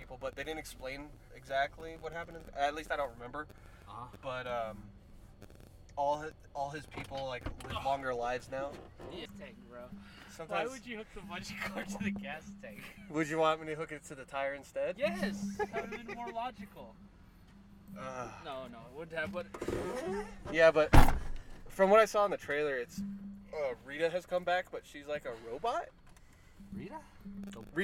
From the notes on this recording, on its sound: our 3 hour recording in the truck